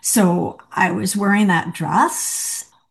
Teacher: there was also like an interrogative lilt at the end of sentences